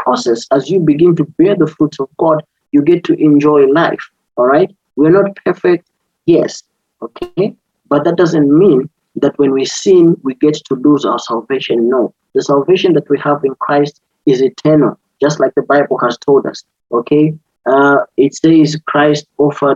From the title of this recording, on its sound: Youth zoom meeting